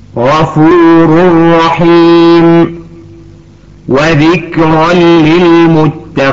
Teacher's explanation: لاحظي يا بنيتي أننا أدغمنا النون في الراء ولم نسمع الغنة، وأيضا مثل وذكرا للمتقين، الصواب أن ننطقها وذكرا للمتقين. فلقد أدغمنا التنوين في اللام وبدون غنة أيضا · Term: الإدغام بدون غنة